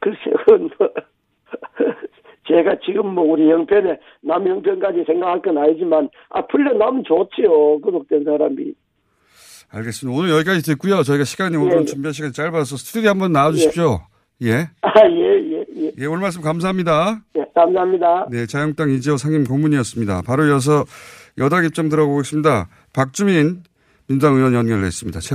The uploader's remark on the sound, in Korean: 릴레이 전화연결